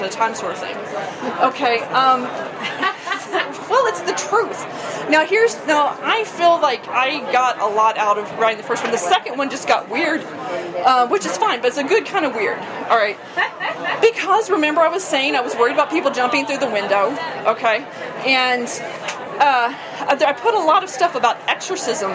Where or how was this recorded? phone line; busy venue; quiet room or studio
busy venue